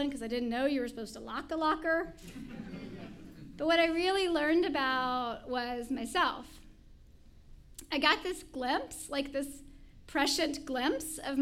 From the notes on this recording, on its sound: told live on the All Y'all stage in March 2016